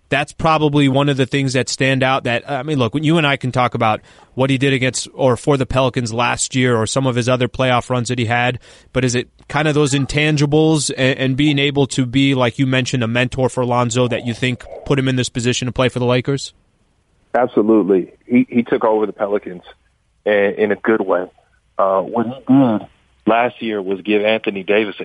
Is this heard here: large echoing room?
no